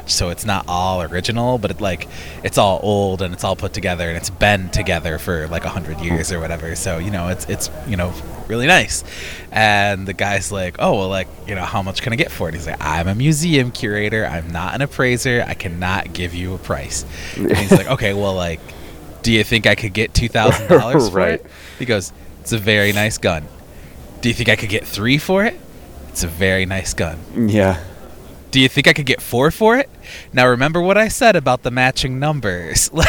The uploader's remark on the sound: Checks in LIVE from the NFL Combine.